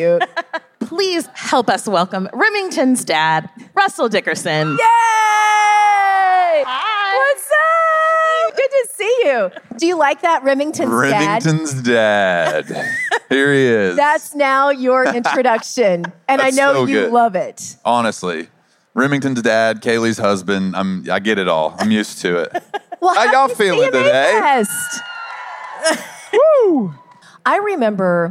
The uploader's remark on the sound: Fans ask the questions and share the laughs in the second of three episodes recorded at CMA Fest!